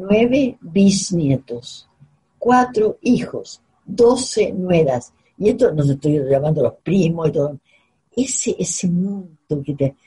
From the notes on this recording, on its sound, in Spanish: Esta es una conversación pandémica. Nada más ni nada menos que a través de zoom.